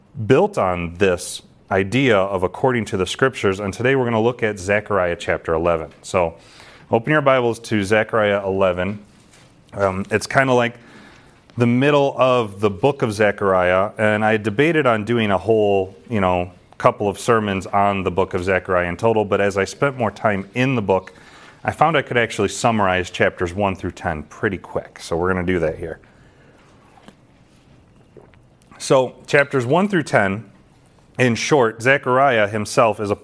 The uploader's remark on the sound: This sermon was delivered to the saints at Calvary Gospel in Ashton, MI on November 13, 2022.